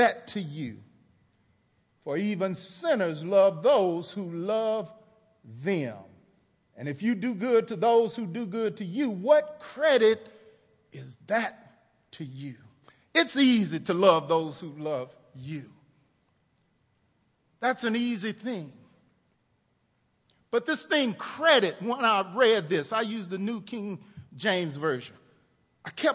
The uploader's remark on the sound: TR campus. Recorded live on 11/18/18 at The Fellowship at Two Rivers.